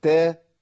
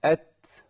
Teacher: في حال الحركة يقل الهمس، أما أقول تا غير لما أقول أت الهواء يزيد، النفس يزيد